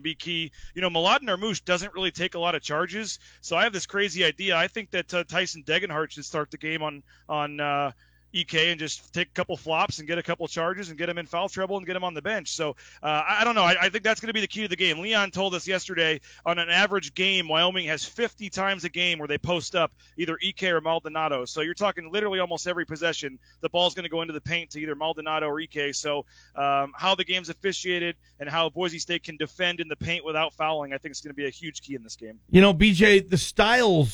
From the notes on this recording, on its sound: Live from the Mountain West basketball tournament in Las Vegas.